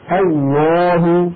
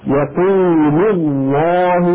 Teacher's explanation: انتهينا من الألف. اللام، اللام تفخمها العرب بإجماع في لفظ الجلالة